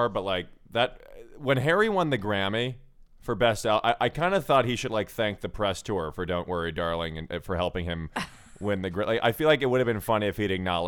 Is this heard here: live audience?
no